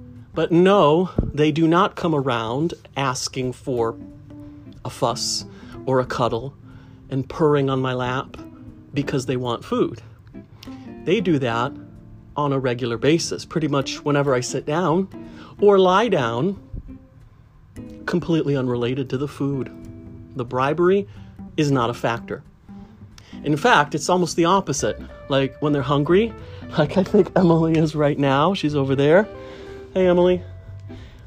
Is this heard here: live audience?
no